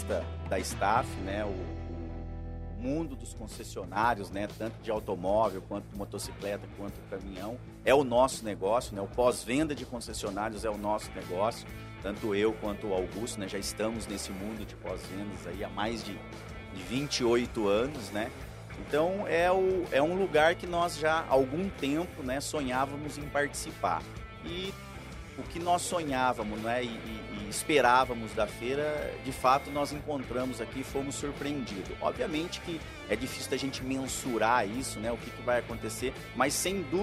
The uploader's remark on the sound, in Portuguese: Este é mais um episódio do Dirigindo Vendas que foi gravado diretamente do 30° Congresso Expo Fenabrave, no estande da Auto Arremate e Linx.